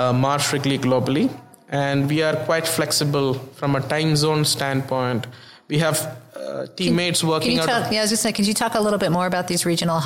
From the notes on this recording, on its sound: Tech Transformation is once again on the road, this time recording from Groceryshop 2022 in Las Vegas.